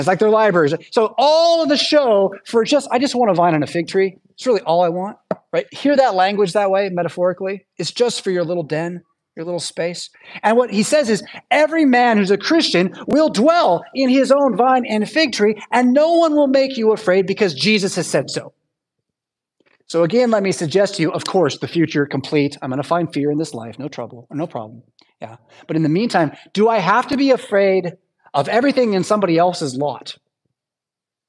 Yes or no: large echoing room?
yes